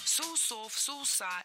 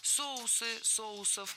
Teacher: Правильный вариант – соусы, соусов. В этом слове неподвижное ударение на основе, то есть всегда ударяем первый слог. · Shown in: second take